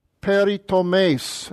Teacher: And again, the accent's on the last syllable. It's not peritomes, it's peritomes.